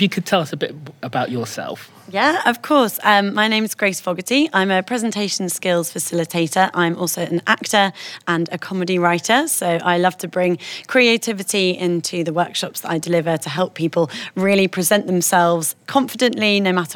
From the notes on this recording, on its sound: interviews speakers and attendees at the Horizon conference